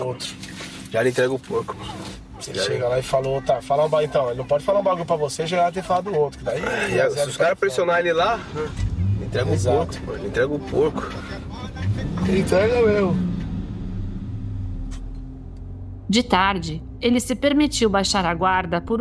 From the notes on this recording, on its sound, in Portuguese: A conversa foi gravada no carro do jogador.